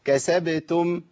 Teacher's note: قلقلت الباء وهمس التاء، كسبتم ما قلتش كسبتم تم دم.